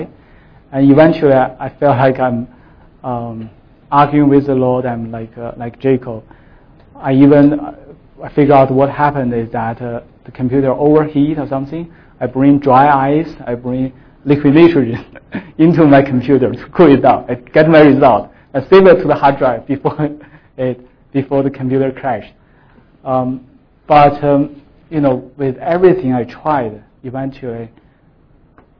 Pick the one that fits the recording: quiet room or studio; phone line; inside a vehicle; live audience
live audience